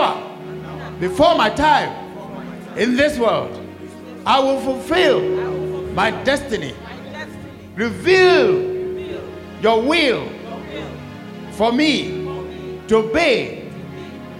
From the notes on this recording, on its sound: Sermon preached at CBC Shiashie Campus